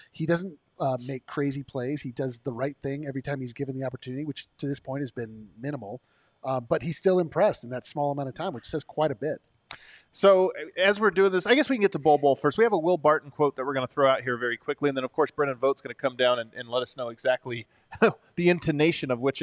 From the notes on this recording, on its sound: Live from the DNVR Bar.